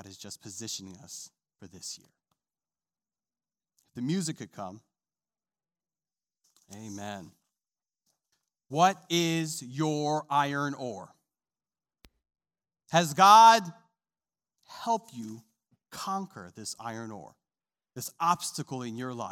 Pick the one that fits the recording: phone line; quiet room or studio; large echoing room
large echoing room